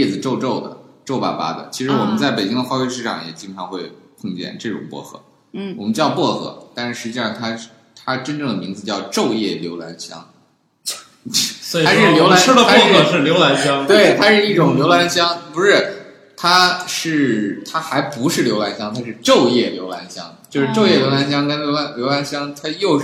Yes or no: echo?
yes